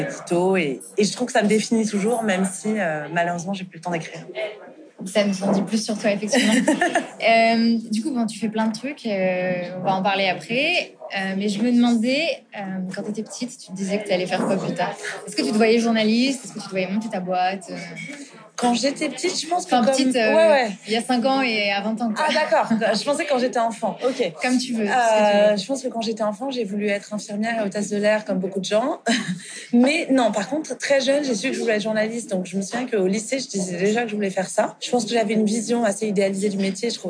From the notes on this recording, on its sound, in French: Je vous laisse mettre vos écouteurs et nous rejoindre dans ce café près de Châtelet où nous avons enregistré cet épisode à l'automne dernier.